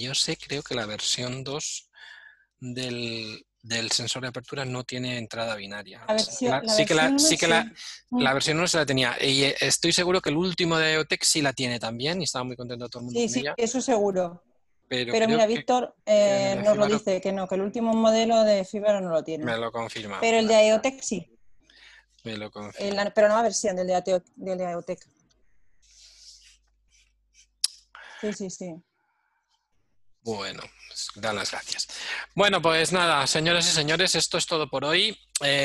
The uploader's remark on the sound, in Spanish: Audio del webinar que grabamos. Audio del webinar que grabamos.